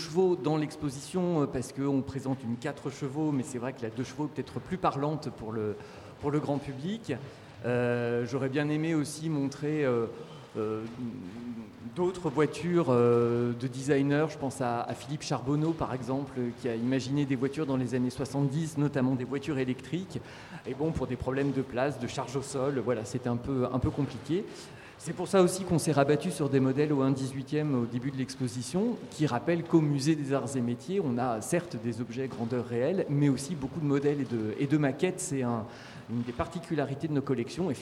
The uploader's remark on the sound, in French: A l'occasion des 25 ans de Radio Campus Paris. En direct du musée des Arts et Métiers dans le cadre de l'exposition "Permis de Conduire".